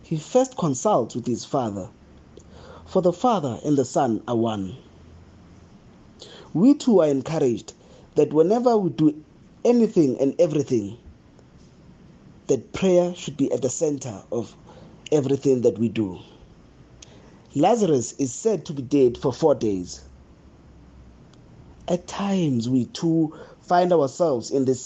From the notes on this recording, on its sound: the homily preached at Holy Trinity Catholic Church in Braamfontein, South Africa